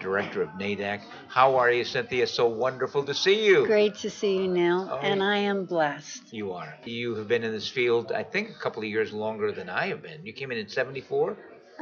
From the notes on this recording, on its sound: at the 45th Annual TAAP Conference in September 2019